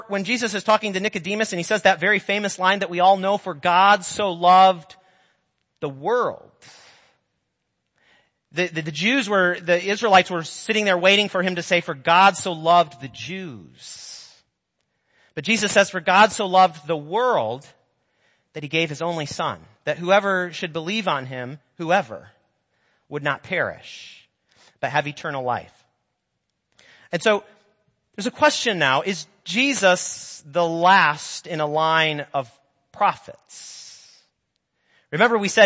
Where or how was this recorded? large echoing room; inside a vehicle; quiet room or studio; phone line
large echoing room